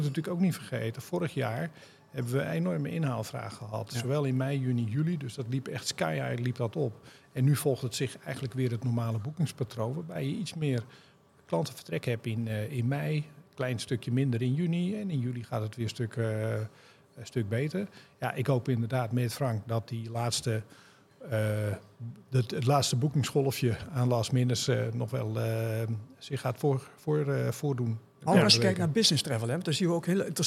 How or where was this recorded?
busy venue